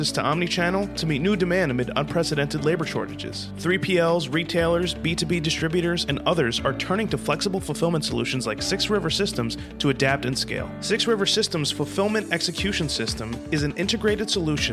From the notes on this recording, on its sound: GMR Safety at MODEX 2022.